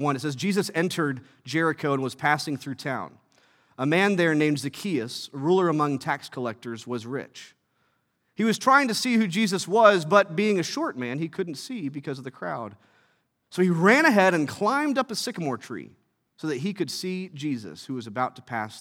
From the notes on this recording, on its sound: From our Thrive family service in Asbury Hall at 9:30 A.